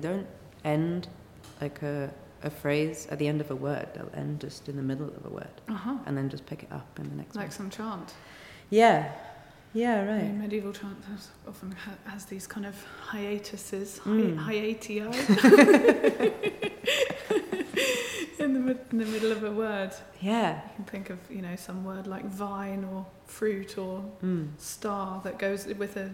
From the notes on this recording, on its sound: Recorded 12 December 2019 in the chapel at Oxford House.